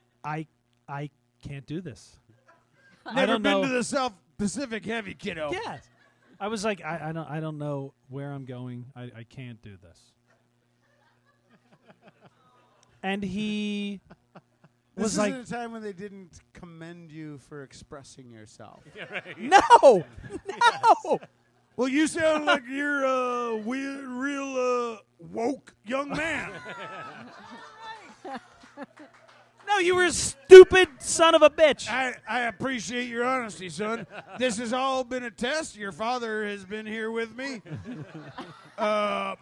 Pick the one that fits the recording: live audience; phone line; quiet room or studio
live audience